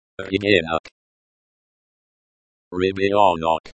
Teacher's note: The stress is on the second syllable, and the O sounds like the O in hot.